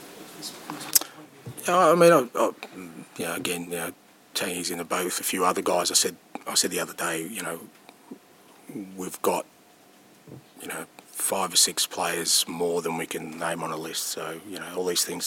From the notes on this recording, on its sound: PRESS CONFERENCE.